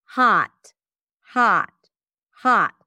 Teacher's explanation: So there is no rounding of the lips, no roundness here. · Term: open ah sound